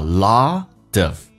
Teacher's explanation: have a lot 跟 of 有一个连音叫 lot of, T 变 D 这个发音， lot of realization, A 饱满一点，realizations.